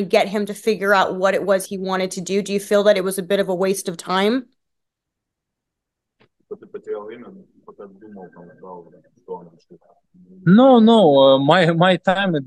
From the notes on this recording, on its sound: via Zoom